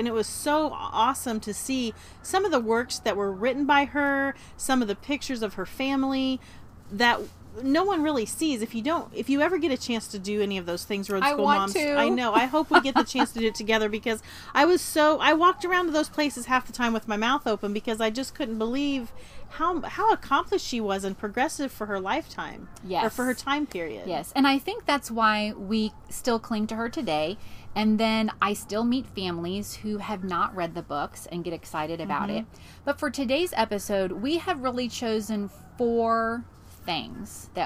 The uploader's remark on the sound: The replay is a live recording by the Roadschool Moms team from the back porch and behind the wheel. Broadcasts from central Florida.